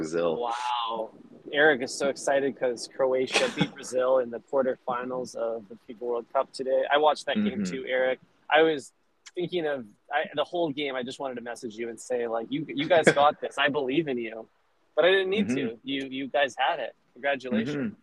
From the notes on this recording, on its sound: Calls in from the car. Calls in from the couch.